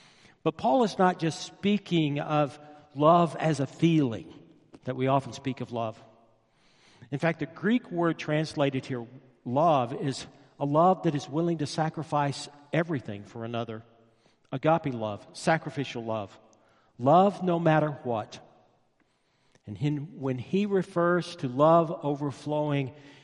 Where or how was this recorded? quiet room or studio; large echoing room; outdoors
large echoing room